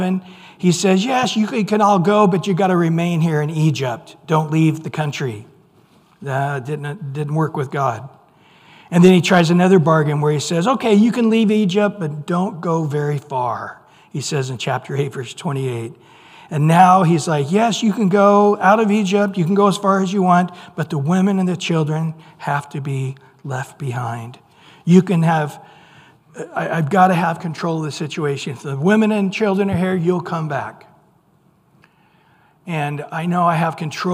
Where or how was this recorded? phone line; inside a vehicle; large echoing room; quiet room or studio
large echoing room